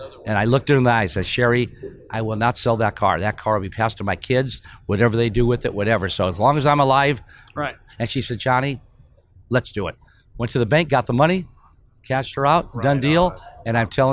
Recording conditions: busy venue